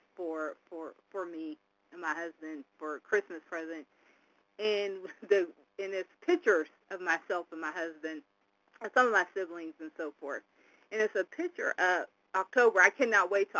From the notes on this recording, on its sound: from the 100 Pounders Phone Meeting, date unknown